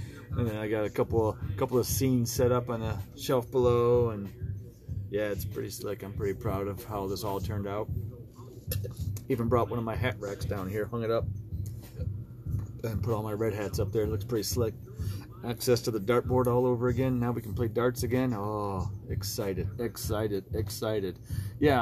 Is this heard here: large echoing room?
no